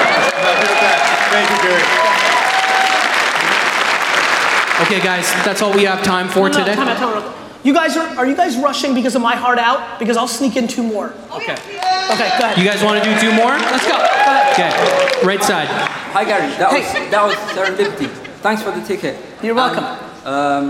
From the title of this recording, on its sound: A Keynote: Haste And Hustle Toronto 2018